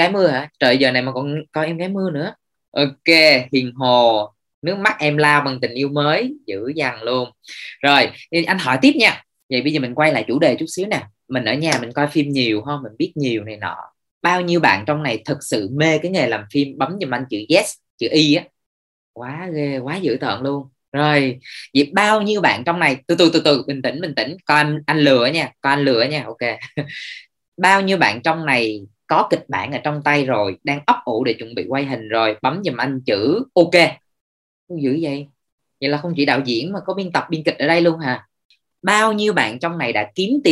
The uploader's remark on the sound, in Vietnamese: Nội dung âm thanh này đã được Arena Multimedia ghi âm lại từ nền tảng ứng dụng Zoom trong sự kiện Talk: Nghề phim - Trò chuyện với thế hệ Z.